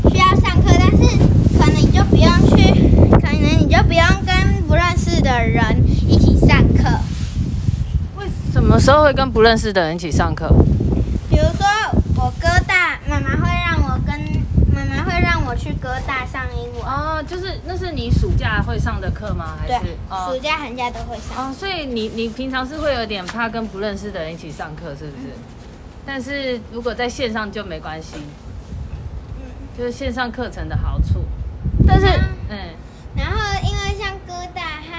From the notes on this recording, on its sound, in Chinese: 本集頂樓風大收音。來到樓頂偽野餐。